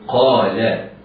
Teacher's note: قال القاف والألف مفخمة بعدهما لام مرققة، قال أتستبدلون، همزة أتستبدلون همزة مرققة، أتستبدلون الباء مقلقلة، تقلقل لأنها ساكنة.